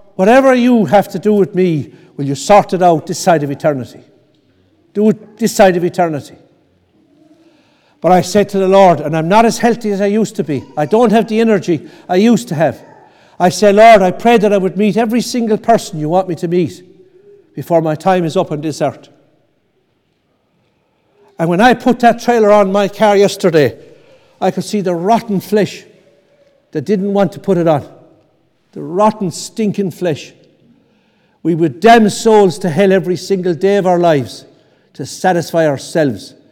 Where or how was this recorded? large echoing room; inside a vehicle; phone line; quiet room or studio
large echoing room